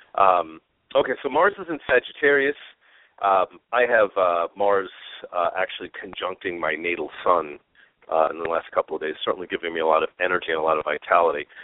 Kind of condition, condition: link, phone line